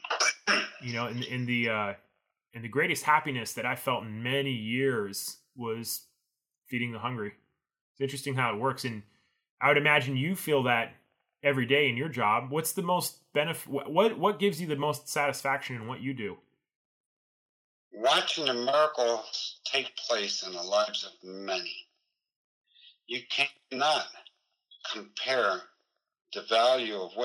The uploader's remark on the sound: I know the audio is a little rough, but it was the best we could do!